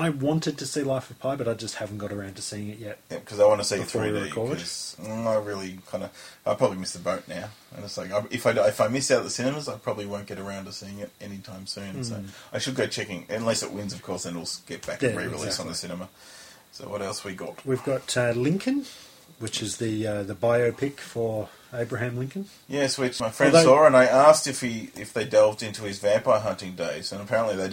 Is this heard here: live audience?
no